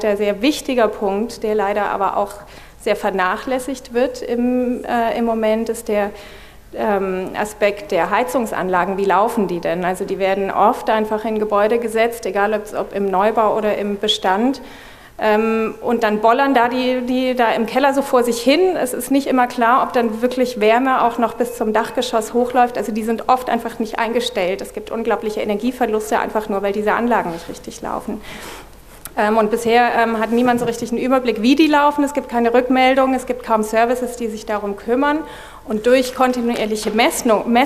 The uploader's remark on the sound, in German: wollen wir gemeinsam mit dem Publikum diskutieren